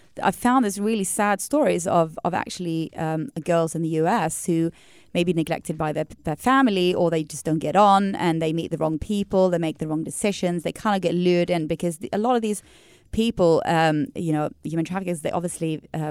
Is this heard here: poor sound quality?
no